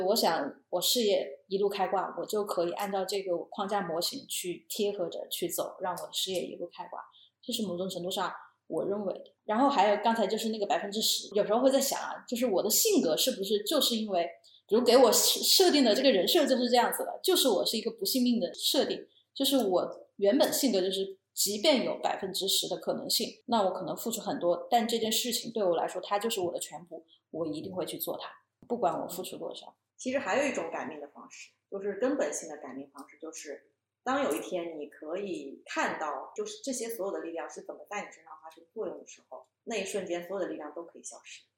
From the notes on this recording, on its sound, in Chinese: 音质依旧有点飘忽不定，但目前已经斥巨资在改善录音设备了。